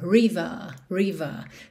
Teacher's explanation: Porque … é uma banda britânica, então naturalmente esses R's que vêm no final das palavras frequentemente não são enrolados, river, mas sim tem um alongamento da vogal anterior, river, river.